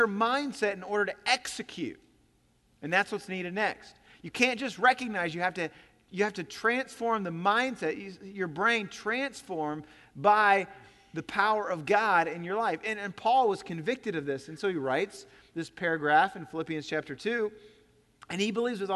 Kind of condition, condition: setting, large echoing room